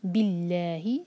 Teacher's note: اللہ تعالیٰ کے نام میں جو لام ہے اس کو لائٹ پڑھا جائے گا کیونکہ اللہ تعالیٰ کے نام سے جو ہے اللہ تعالیٰ کے نام سے پہلے جو ہے بی ہے کسرہ کے ساتھ.